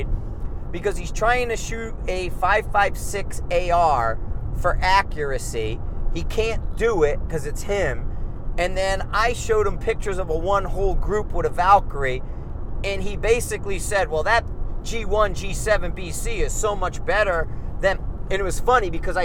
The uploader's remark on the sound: Car Trip Context Discussion. In the car on the way home from the range so I decided to drop a podcast.